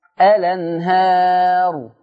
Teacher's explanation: نقل فتحة الهمزة إلى اللام